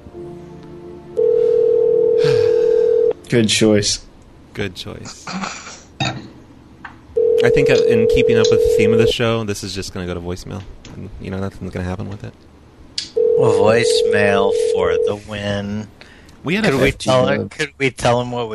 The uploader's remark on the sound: Prank Phone Calls.